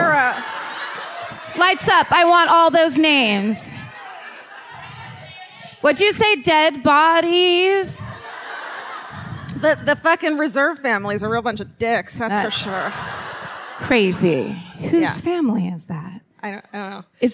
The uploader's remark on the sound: Live at The Neptune. Live in Seattle.